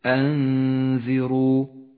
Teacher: الحكم التالي هو حكم الإخفاء في كلمة أنذروا. أنذروا أخفي النون بالذال مع بقاء غنة للنون بمقدار حركتين من غير تشديد لحرف الذال